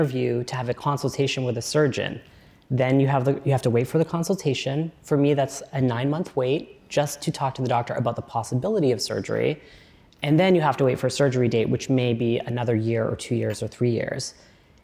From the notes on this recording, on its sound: In this conversation from the Crosscut Ideas Festival